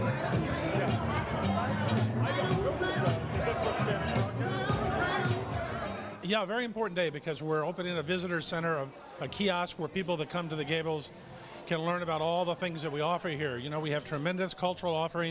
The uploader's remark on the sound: OFFICIAL RIBBON CUTTING OF THE CORALGABLES VISITOR CENTER